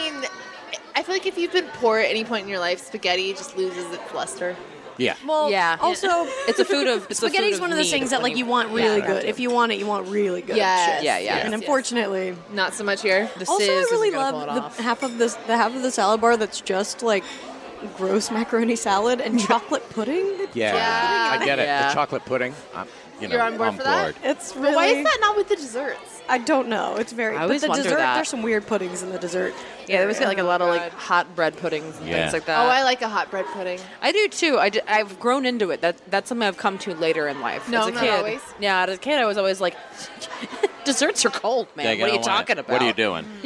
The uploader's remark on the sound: LIVE from The Sizzler in Eagle Rock, CA